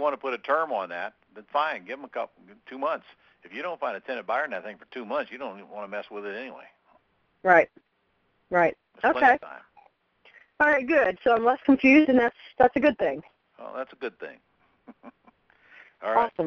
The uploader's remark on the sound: Q&A Call